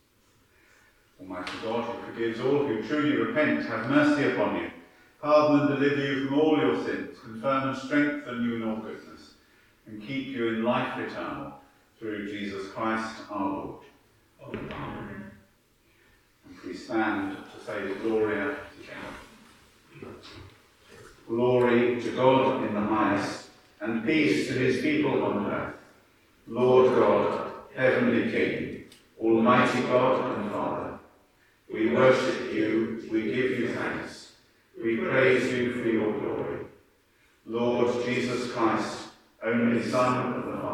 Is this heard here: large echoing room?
yes